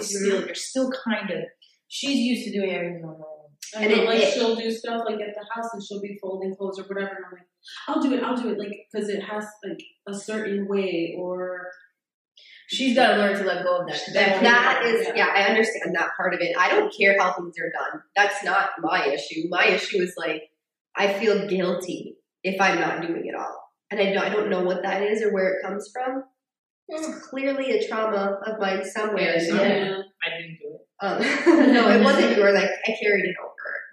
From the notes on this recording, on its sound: Yes we recognize the audio was not great in this one. We had a mishap.